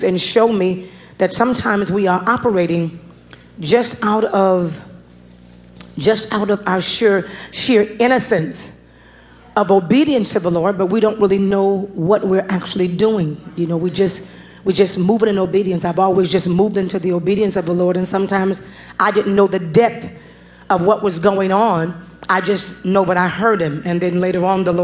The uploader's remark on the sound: Preached at New Greater Bethel Ministries in Queens, New York